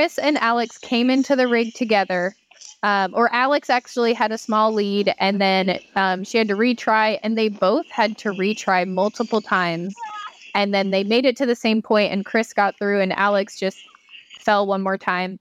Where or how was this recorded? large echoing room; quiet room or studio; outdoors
outdoors